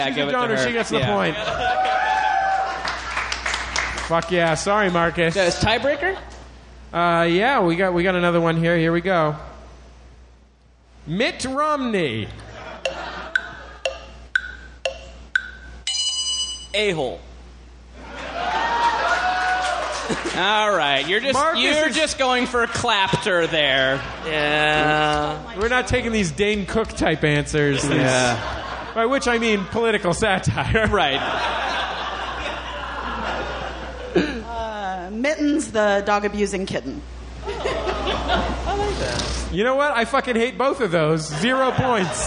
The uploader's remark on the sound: Live from Riot LA!